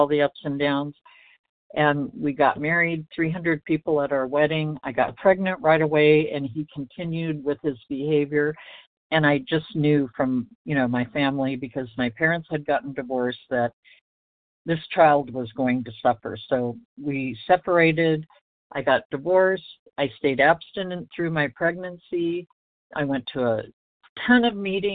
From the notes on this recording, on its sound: 100 Pounders Phone Meeting